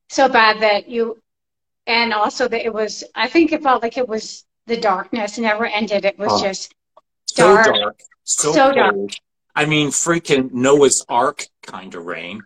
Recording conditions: video call